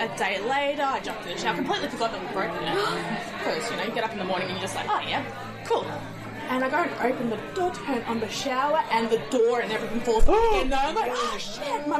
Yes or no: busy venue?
yes